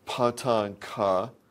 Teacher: So these consonants, which we'll be focusing on for the most part in the first part of the talk, pa, ta, and ka, these voiceless aspirated stop consonants, are produced by spreading the vocal folds. And that spreading delays vocal fold vibration in a following vowel.